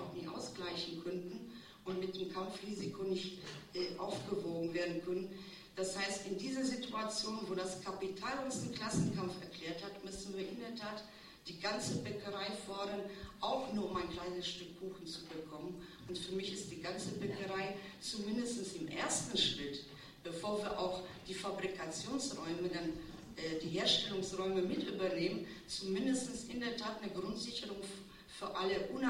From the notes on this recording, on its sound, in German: Der Gegengipfel von attac Schweiz zum Weltwirtschaftsforum fand am 29.und 30.01.2010 an der Uni Basel statt. Der Beitrag ist im wesentlichen ein Live Mitschnitt der Abschluss-Konferenz.